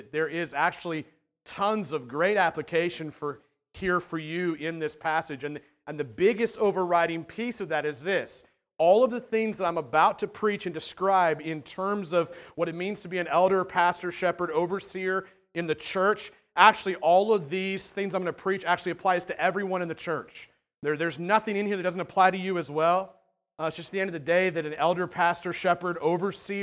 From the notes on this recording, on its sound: At The Well, an Acts 29 and Converge Heartland Church in Hastings, NE. This sermon is longer than normal due to two members going through elder-ship sharing their stories.